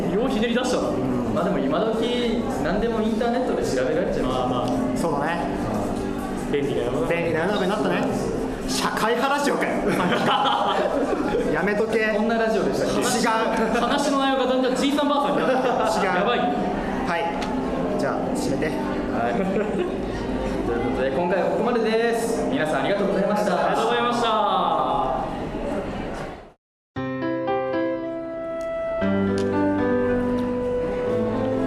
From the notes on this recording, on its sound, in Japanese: 公開収録1日目の模様。3人で慣れない状況でおしゃべり。